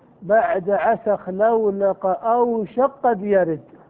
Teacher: أوشك قد يرد. فلهذا فإن لفظ البيت الصحيح أن تسكن أوشك، فإذا سكنت أوشك تدغمها في القاف بعدها · Term: الإدغام الكبير